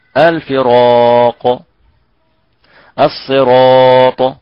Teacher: بعد الراء حرف مستعل فهذه الراء تفخم